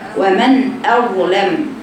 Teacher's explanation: من ضمن الاخطاء ان قراءه الهمزه مفخمه، يجب بيان ترقيقها